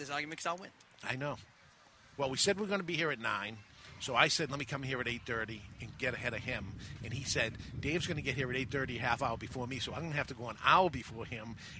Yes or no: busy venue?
yes